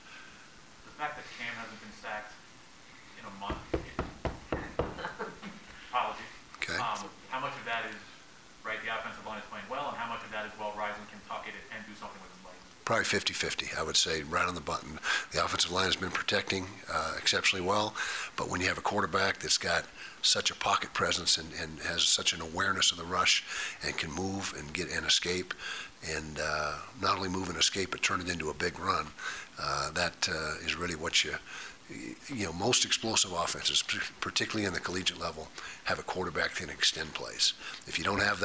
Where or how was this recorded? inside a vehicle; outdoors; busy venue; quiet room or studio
busy venue